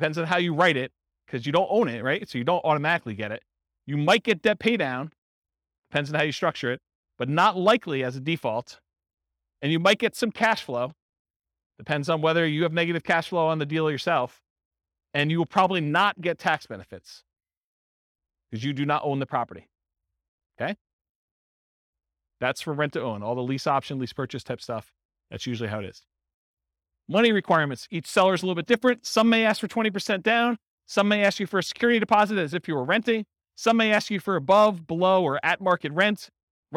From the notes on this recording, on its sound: Real estate entrepreneurs in Dayton, Ohio. This was a live class recorded to give investors a solid qualitative overview of all the different real estate investing strategies. The live in-person version.